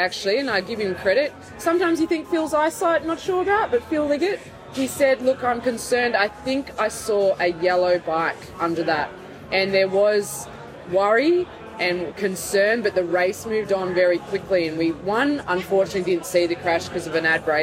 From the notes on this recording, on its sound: We're live again from the Hilton Adelaide and the 2024 Tour Down Under.